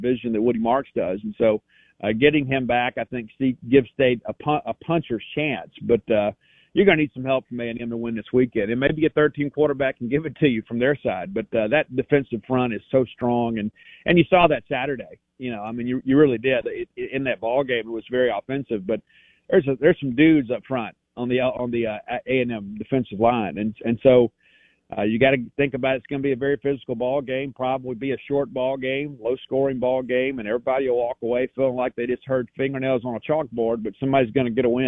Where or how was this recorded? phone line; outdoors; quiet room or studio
phone line